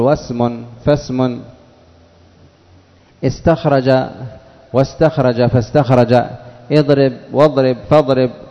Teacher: وتقول واسم فاسم، استخرج واستخرج فاستخرج، اضرب واضرب فاضرب، تسقط همزة الوصل في درج الكلام